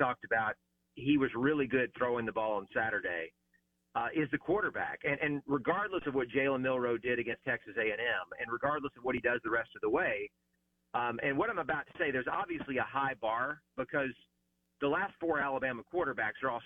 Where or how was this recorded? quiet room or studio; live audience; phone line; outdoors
phone line